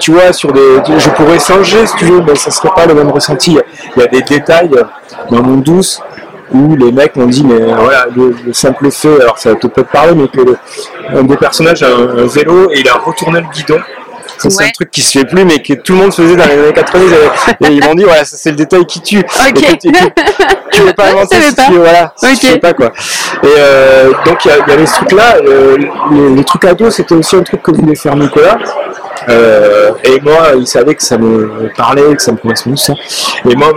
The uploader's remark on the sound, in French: Festival International de la BD d’Angoulême 2023. Au Festival de la BD d’Angoulême sur la stand de 404 comics cette année.